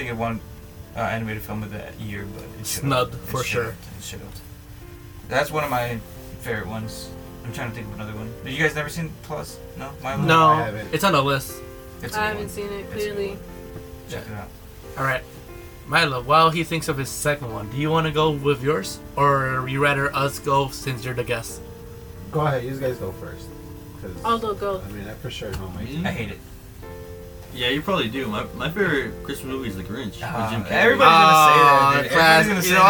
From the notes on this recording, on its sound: This special episode will have background music to cover the horrendous white noise in the background of our recording, sorry.